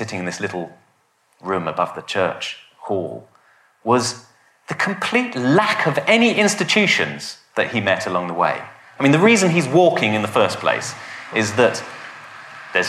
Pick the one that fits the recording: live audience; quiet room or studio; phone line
live audience